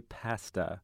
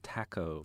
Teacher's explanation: Brits would more likely use that ah sound as in wag or whack. And I think that since it was just an unfamiliar word for me and for you guys, that we gravitated towards that American foreign A ah sound rather than paying close attention to how it was being pronounced.